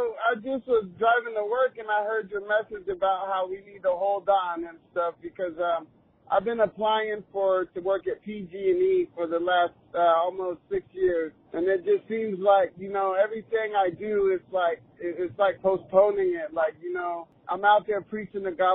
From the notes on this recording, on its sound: Listener Phone Call